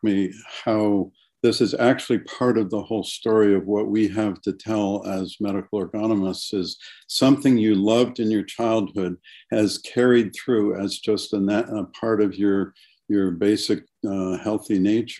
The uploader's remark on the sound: This episode features the audio from one of the ACO case presentation webinars.